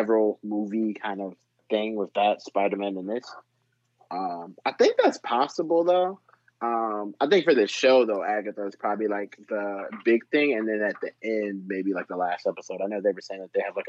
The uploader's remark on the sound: Another phone-call interview with a talented guy out of Detroit.